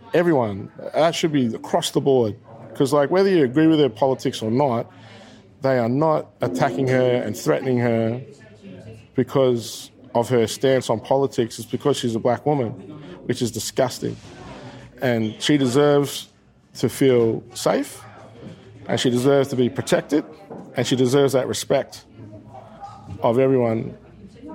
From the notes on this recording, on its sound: reports from the Now and Forever concert in the regional Victorian town of Shepparton